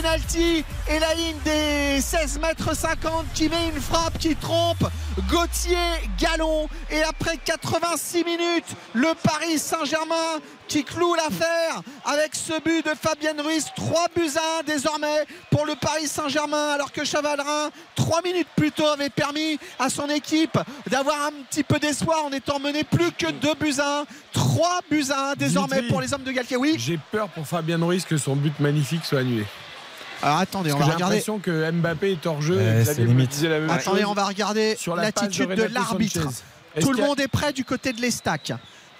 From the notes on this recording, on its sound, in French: en direct du stade de l'Aube